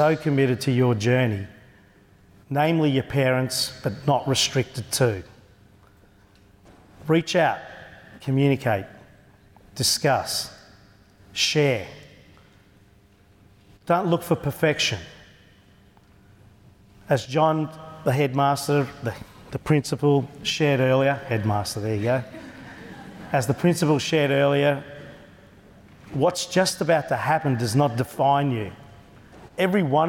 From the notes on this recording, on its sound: Speech to the graduating class at East Doncaster Secondary College.